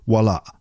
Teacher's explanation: There's a little glottal stop at the end of the word